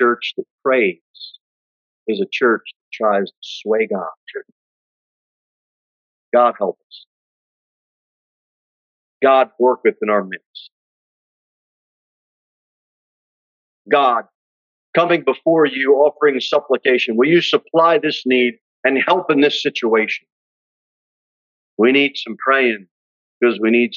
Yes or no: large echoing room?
yes